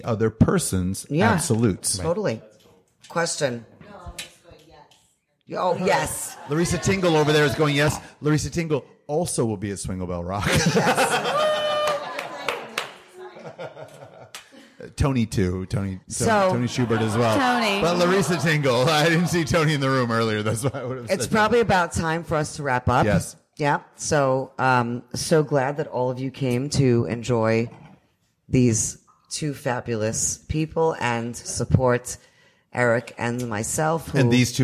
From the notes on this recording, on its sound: The Naked Wine Coast Truth: Live from Boogie by the Bay 2019. For our latest live show at Boogie by the Bay.